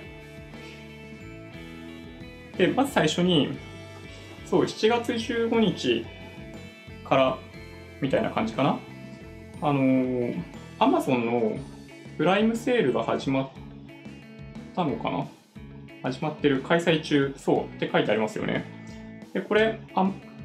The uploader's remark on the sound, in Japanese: ライブ配信時のマイク設定に誤りがあって、MacBook Pro内臓のマイクで収録されちゃってたっぽいですね。聞き取りにくくなってしまっていて申し訳ありません。